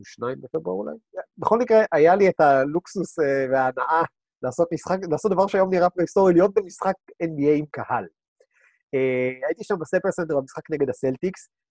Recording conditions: video call